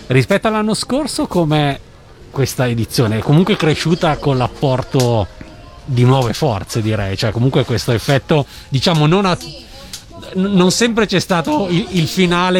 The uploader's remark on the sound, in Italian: Da San Marino Comics 2020 la nostra intervista